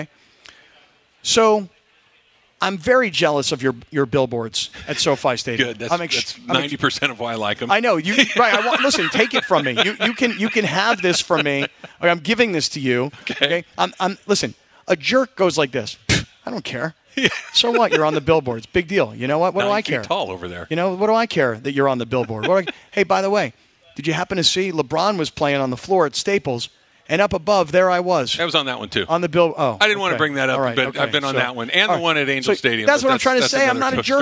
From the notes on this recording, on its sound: live from Hollywood Park Casino